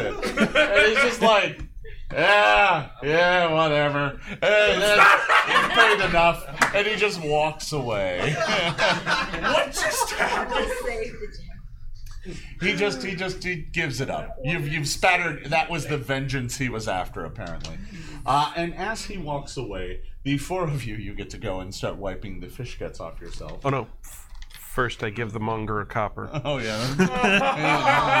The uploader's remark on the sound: PaizoCon 2019 – Oblivion Oath Live. Paizo’s weekly actual play campaign will be coming to you live from PaizoCon! This event is two parts, a hour of game time followed by Q&A. It will be streamed live on twitch.tv/OfficialPaizo.